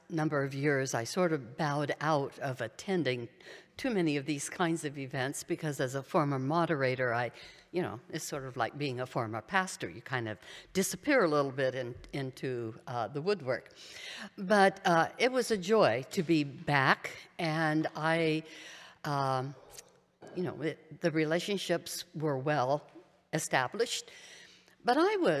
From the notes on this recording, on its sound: A collection of participants share reflections at a Park View Mennonite Sunday morning service.